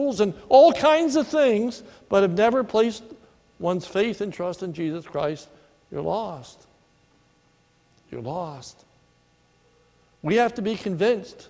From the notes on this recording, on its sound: a sermon recorded at the Lebanon Bible Fellowship Church in Lebanon, Pa on 7/14/2019 during the morning service